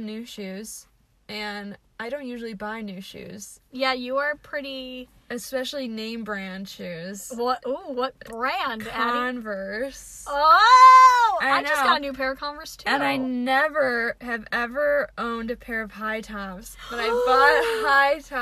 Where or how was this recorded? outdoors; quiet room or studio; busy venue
outdoors